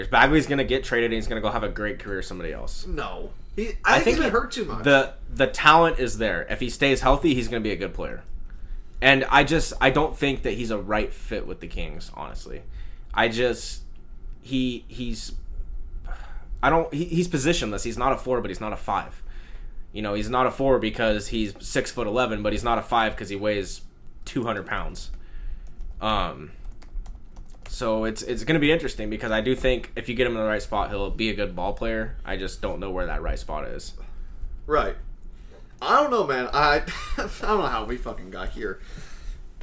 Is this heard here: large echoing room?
no